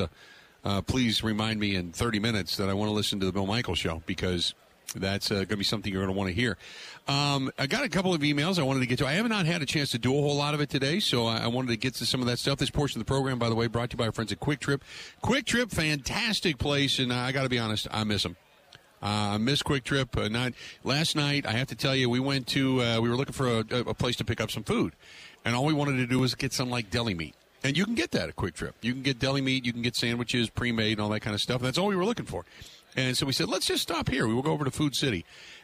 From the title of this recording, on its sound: Live From Super Bowl Radio Row